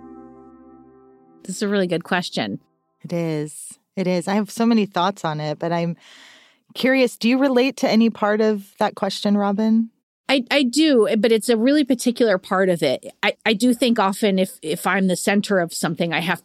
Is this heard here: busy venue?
no